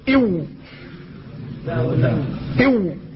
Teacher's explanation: فالواو هي من بين الشفتين لكنها داخلة إلى الداخل، والباء والميم إلى الخارج.